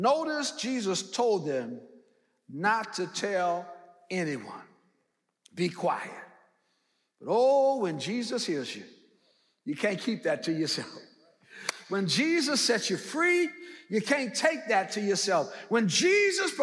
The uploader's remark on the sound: in #SWBTSChapel on September 6th, 2022